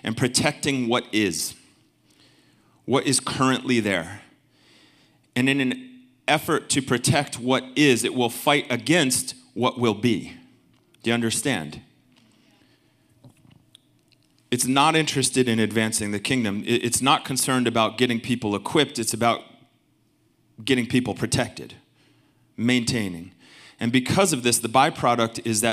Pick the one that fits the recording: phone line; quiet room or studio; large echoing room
large echoing room